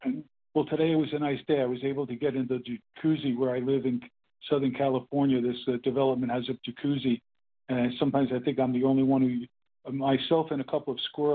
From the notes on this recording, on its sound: The 100 Pounders Phone Meeting.